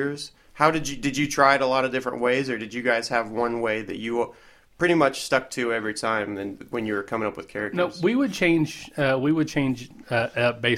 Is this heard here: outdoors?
no